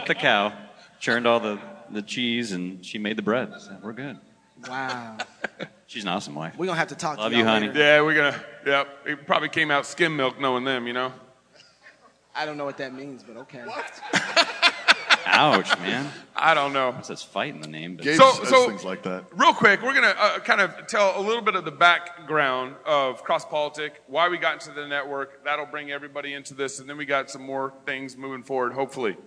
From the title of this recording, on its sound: Fight Laugh Feast Conference: LIVE SHOW!!!